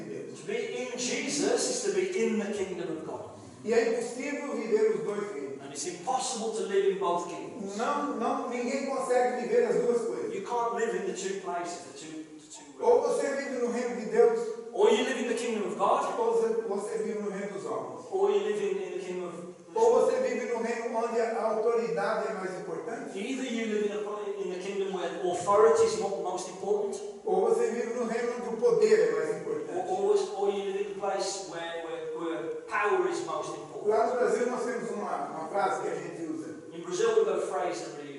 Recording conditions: poor sound quality